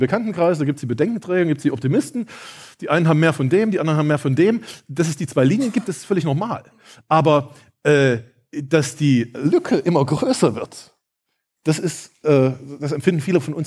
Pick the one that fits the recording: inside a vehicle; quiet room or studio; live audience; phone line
live audience